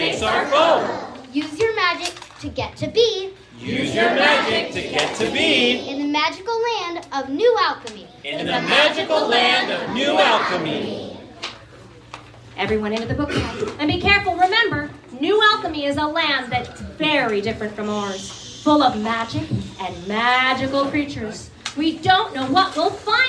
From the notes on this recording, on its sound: a special live episode, performed from The Reading Bug children's bookstore in San Carlos, CA.